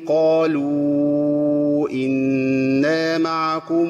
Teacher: اذا التقت ميم الجمع بهمزه بيمدها، بيوصلها بواو ويمدها 6 ايه؟ 6 حركات.